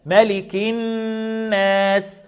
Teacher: اللام برضو في كلمة الناس لام شمسية حكمها الإدغام، تولد عنها غنة